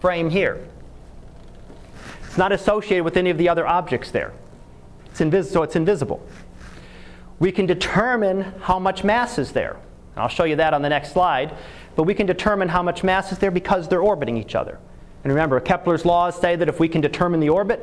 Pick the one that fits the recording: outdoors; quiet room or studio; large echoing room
large echoing room